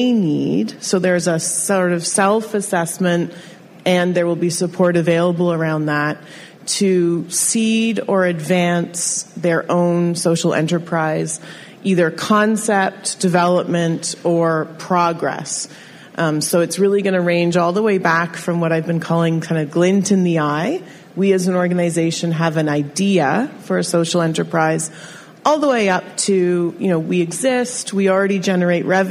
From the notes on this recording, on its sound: Live from EconoUs 2019. We are podcasting live from EconoUs, which is the Community Economic Development Conference in London, Ontario.